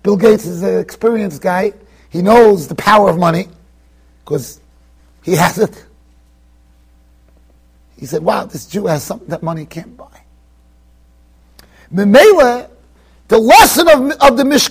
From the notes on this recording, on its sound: Shiur recorded in Yeshivas Ohr Reuven, Monsey NY